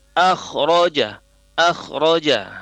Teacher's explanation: kho sukun diawali huruf berharokat fathah dilafazkan tebal.